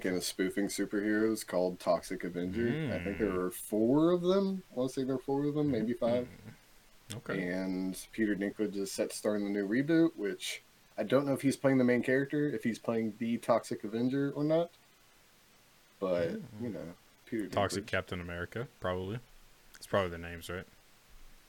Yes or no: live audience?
no